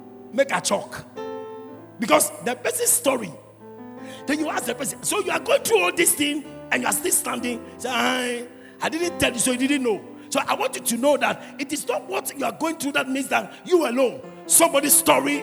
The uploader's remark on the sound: Preached at the Youth Service, Calvary Baptist Church, Adabraka.